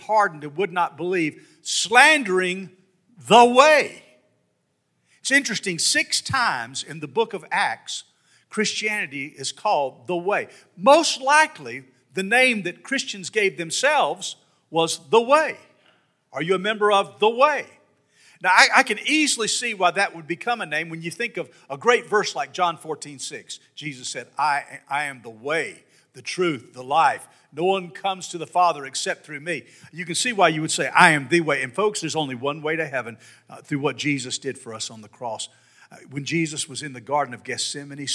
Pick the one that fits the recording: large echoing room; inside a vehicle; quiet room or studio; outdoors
large echoing room